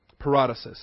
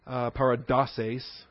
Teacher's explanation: In the plural, it becomes paradoses. Accent slides one syllable because the final syllable is lengthened from sis to sace. · Shown in: second take